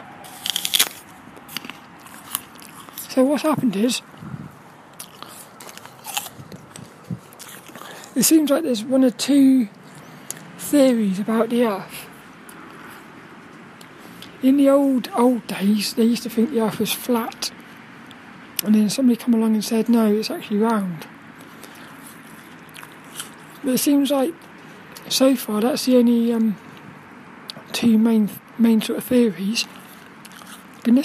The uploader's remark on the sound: This 'About The Tings' episode is a Walk and Talk